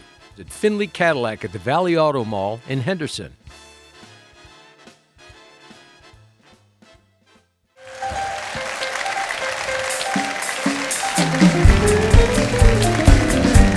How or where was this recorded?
busy venue